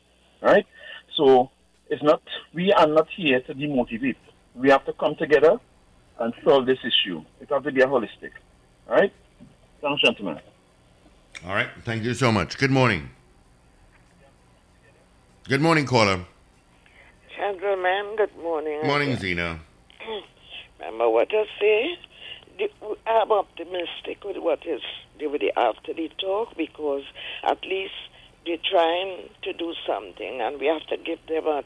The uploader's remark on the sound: During this hour we take calls from our audience